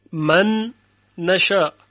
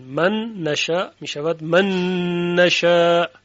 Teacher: مثلا ببینید وقتی که ما می گوییم من نشاء، حرف نون این یک صدا هست، این رو متصل می کنیم به نون دیگه و دو صوت یعنی دو نون به هم دیگه متصل میشن. من نشاء میشود من نشاء که حاصل اون یک نون مشدد هست. · Term: ادغام